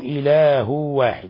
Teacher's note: تنوين ضم جاء بعده الواو، الحكم التجويدي إضغام بغنة